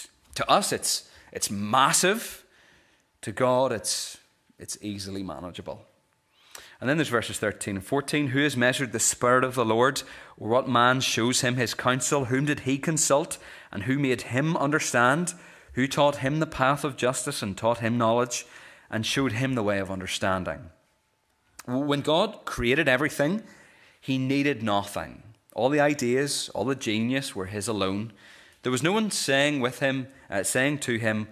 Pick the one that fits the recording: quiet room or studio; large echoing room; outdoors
large echoing room